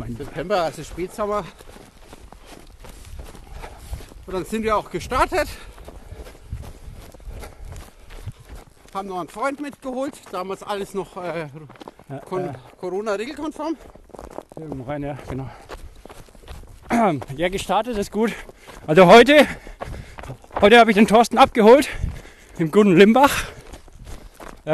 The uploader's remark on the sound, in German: live dabei beim Coronakreis Ultralauf